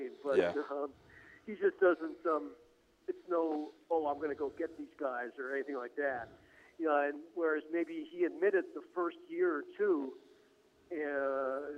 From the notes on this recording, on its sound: Phones in to #PadresSH.